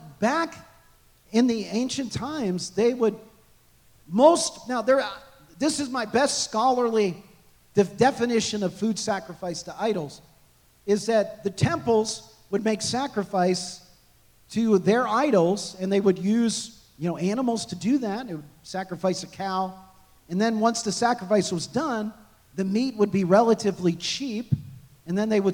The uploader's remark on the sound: This message was recorded on February 4, 2024, at Gateway Church in Richmond, Indiana.